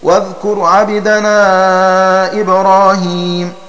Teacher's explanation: بفتح العين وإسكان الباء من غير ألف بعدها